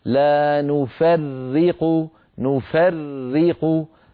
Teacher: هذه الراء المشددة لابد من نطق راءين أولاهما ساكنة والثانية مكسورة